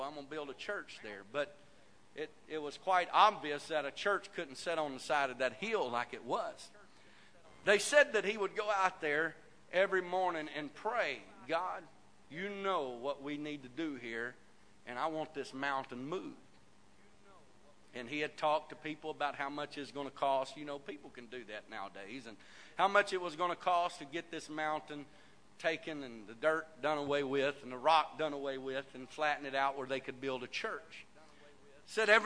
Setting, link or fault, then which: setting, large echoing room